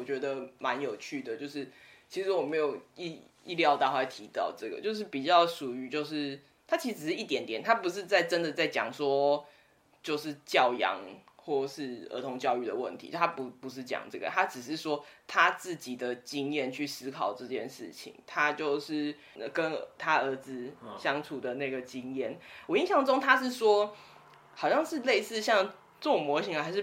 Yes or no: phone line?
no